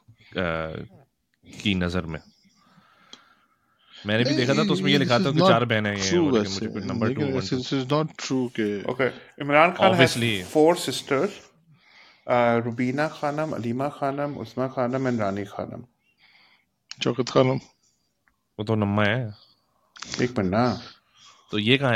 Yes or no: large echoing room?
no